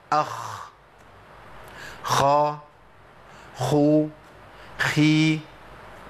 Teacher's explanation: حد من حضراتكم سمع مني خاء من غير نفس؟ لا، لازم النفس يجري